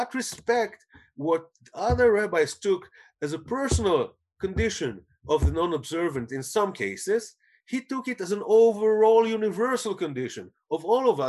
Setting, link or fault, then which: link, video call